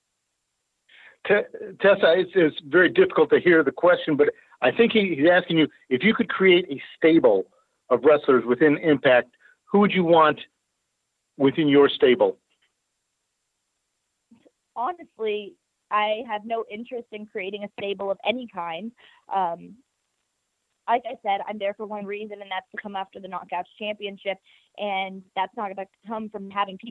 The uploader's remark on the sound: full audio from the May 31, 2018 Impact Wrestling media call